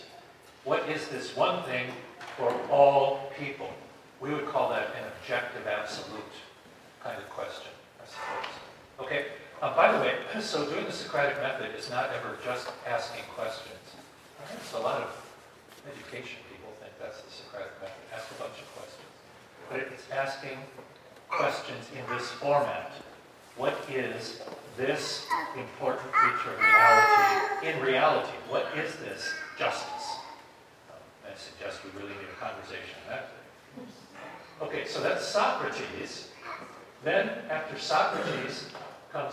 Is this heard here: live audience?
yes